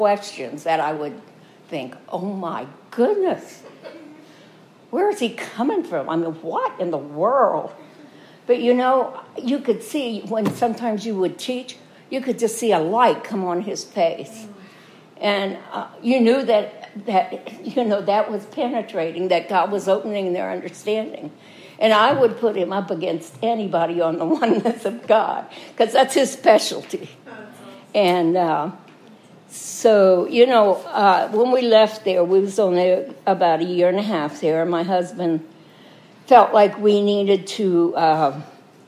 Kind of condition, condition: setting, large echoing room